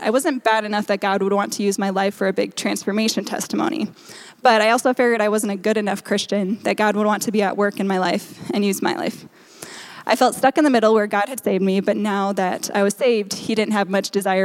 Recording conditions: large echoing room